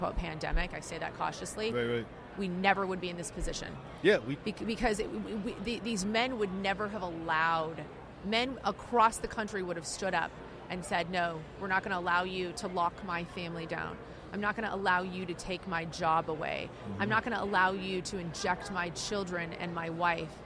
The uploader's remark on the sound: The Unity Project What’s UP? Podcast at AmFest.